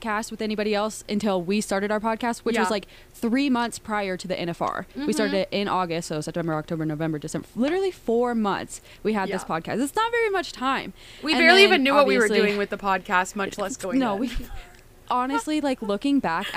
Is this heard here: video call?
no